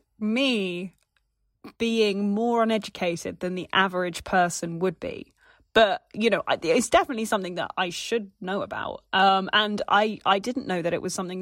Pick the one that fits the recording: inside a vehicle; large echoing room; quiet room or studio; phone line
quiet room or studio